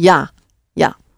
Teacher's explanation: A resounding, nice, long, ah sound again.